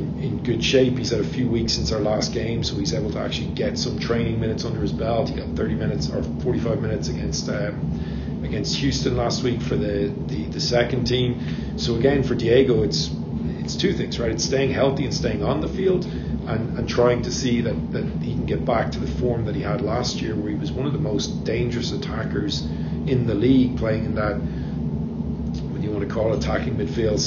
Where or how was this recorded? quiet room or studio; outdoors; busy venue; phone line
busy venue